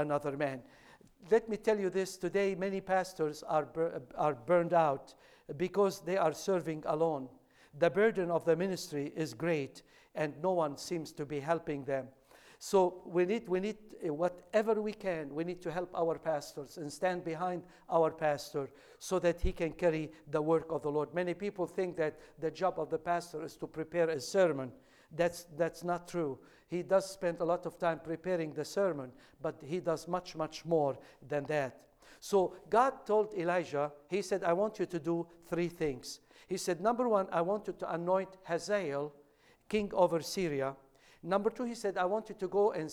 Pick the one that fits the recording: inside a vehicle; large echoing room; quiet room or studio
large echoing room